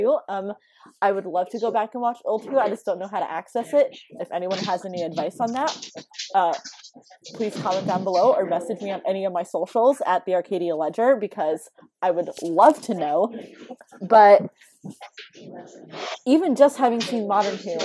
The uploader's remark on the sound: Please note that there is background noise in this episode, and some of the editing is choppy. Due to COVID19 our filming options were limited, and many of us live with big, busy, loud families.